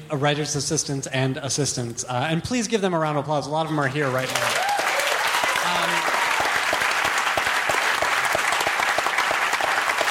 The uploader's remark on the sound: Live from Largo at the Coronet, in conjunction with Fast Company magazine